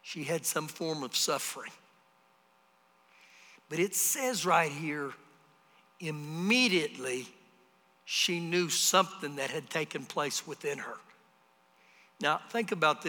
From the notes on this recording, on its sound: Recorded live during our Wednesday night service